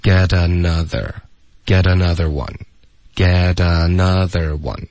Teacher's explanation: 这个特的音就会浊化了